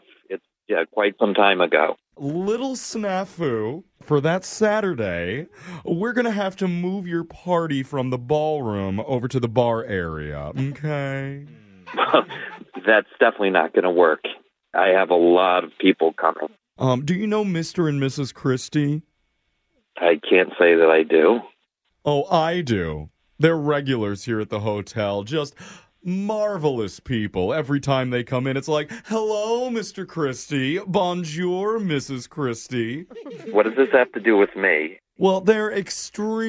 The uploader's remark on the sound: Phone Tap